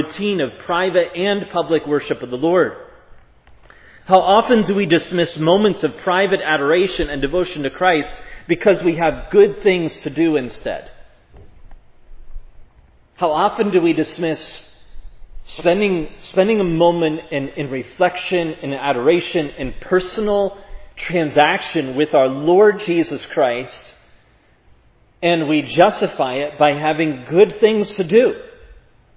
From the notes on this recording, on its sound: was preached at Providence Church